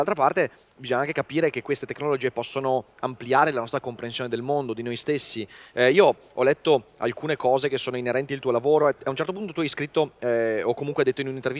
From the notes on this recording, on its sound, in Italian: Al Web Marketing Festival ho cogitato